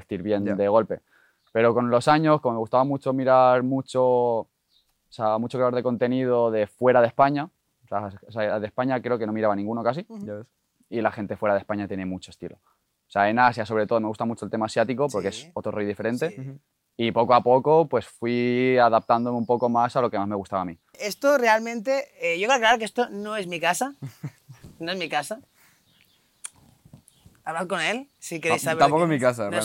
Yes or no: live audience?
no